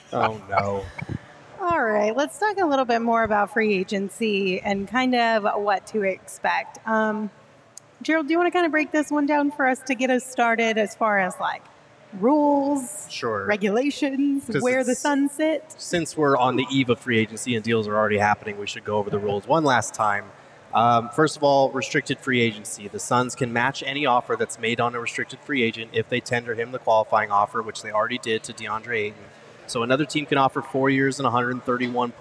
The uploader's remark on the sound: All LIVE at FOUR PEAKS in Tempe.